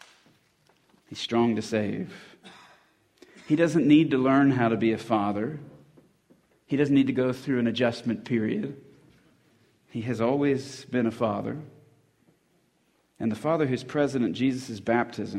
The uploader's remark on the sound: at the 2020 Christian Men's Conference